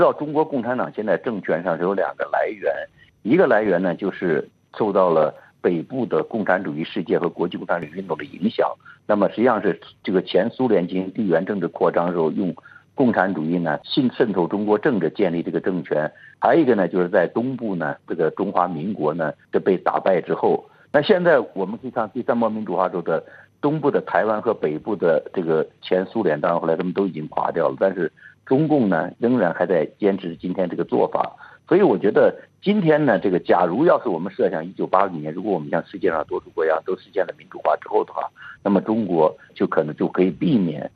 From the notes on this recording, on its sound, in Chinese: 现居住在美国。接受本台的电话采访。